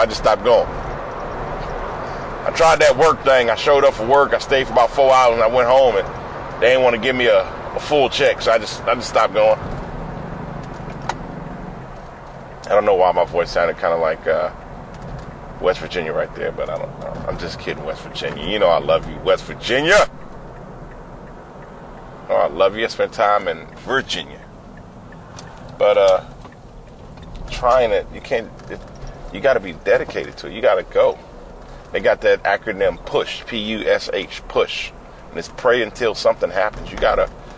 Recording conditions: inside a vehicle